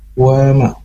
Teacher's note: dipanjangkan dua harokat dan terdapat mad asli dan terdapat juga fathah. Jadi dipanjangkan dua harokat.